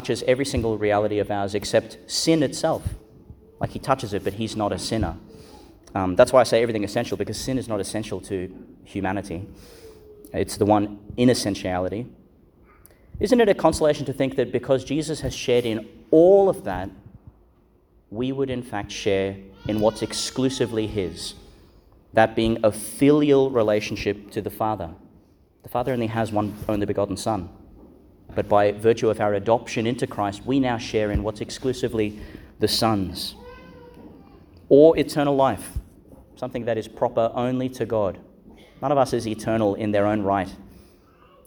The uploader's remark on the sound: Homily for the Fourth Sunday in Eastertide, delivered in Our Lady Star of the Sea Catholic Church, Gladstone Qld.